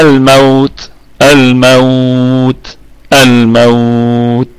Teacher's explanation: ونراعي الهمس في التاء، وكمان عندنا وجه بالروم، يبقى عندنا أربع أوجه لهذه الكلمة.